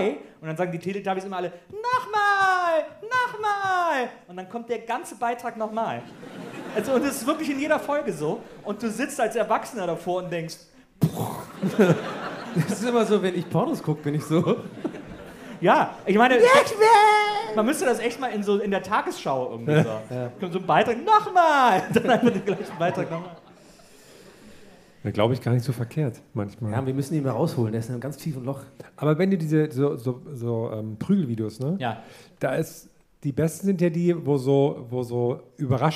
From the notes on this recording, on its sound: (Live). Bevor es in eine kurze Goldener-Herbst-Pause geht, gibt es noch mal diesen Audiobesuch in Hamburg. Live in Hamburg.